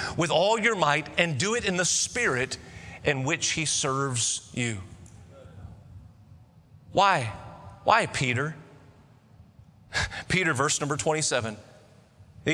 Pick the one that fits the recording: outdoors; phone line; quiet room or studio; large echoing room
large echoing room